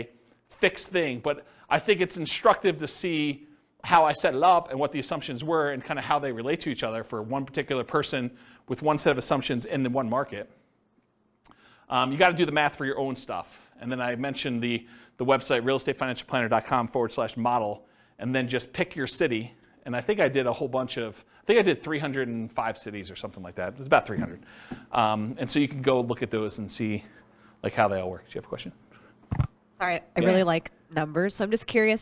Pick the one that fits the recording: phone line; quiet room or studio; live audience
live audience